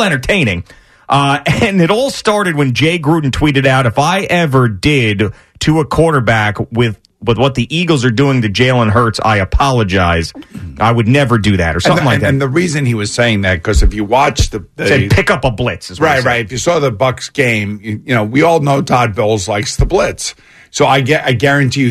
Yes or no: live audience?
no